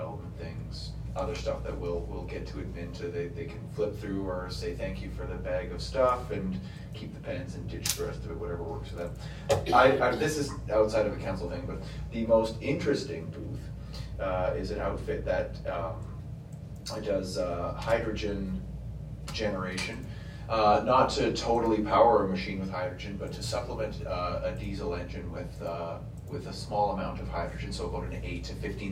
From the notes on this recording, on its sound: Regular Council Meeting for the Town of Peace River. The audio begins at the beginning of the meeting and ends as Council moves into closed session.